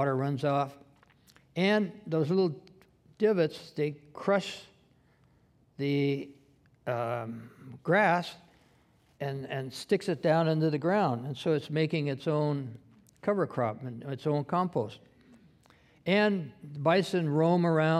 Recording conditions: live audience